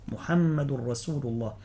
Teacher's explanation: محمد رسول الله، رسول يعني لا بد من التنبيه على السين في رسول لئلا تخرج الصاد. رسول الله مرققة، السين مستفلة مرققة · لا بد من التنبيه على السين في رسول لئلا تخرج الصاد. رسول الله مرققة، السين مستفلة مرققة، محمد رسول الله.